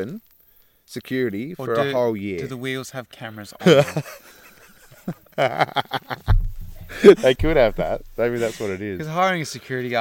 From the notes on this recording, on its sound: This week we recorded in the outside studio, under the night sky with the true nature sounds of crickets, night bug life and even a bull telling us to shut the heck up